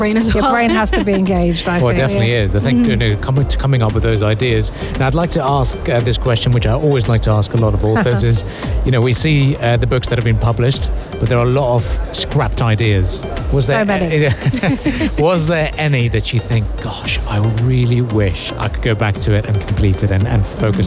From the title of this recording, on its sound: Live from SIBF 2023